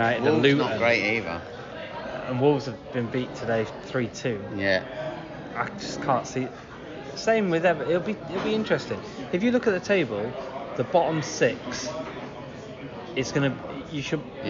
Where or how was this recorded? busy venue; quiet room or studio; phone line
busy venue